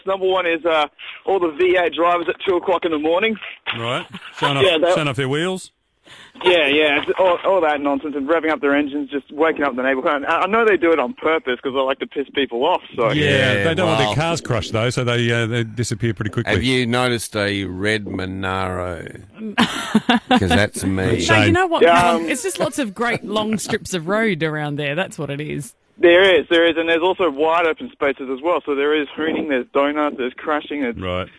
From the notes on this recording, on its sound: We opened up the phones and asked the people of Perth their thoughts